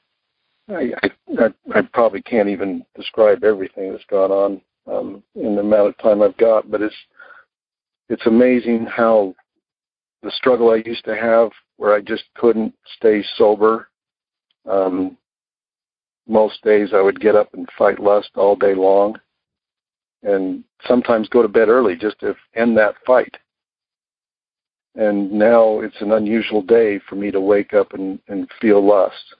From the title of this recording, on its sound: Monday Noon Phone Speakers Series